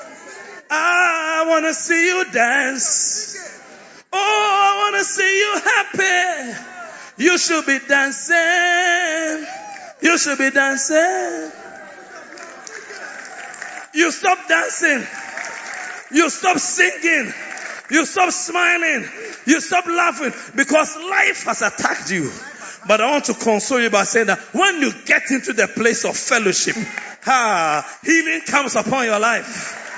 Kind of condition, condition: setting, large echoing room